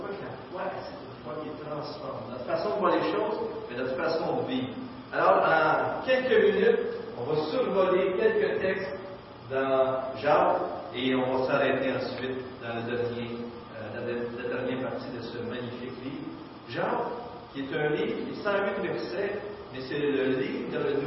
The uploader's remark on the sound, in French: Mauvaise qualité sonore